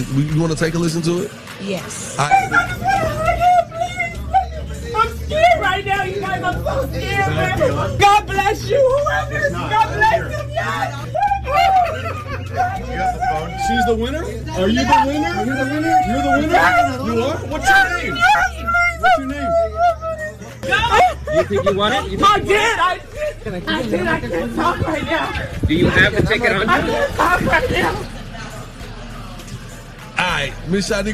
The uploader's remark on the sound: went live from the Breakfast Boys in Atlanta!